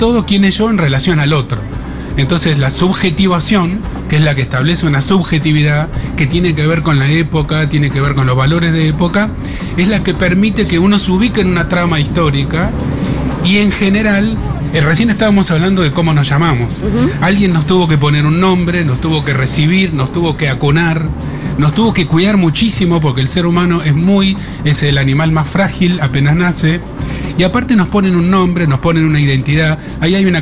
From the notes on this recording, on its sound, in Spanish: Segurola en vivo en Yunta Bar. Futurock FM.